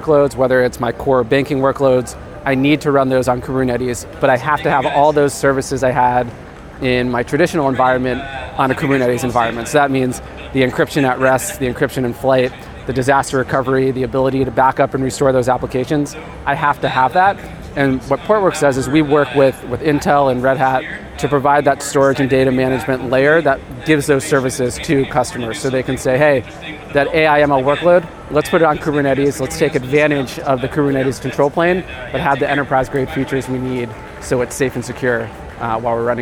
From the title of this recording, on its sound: Live from the Greenroom: Intel Innovation 2023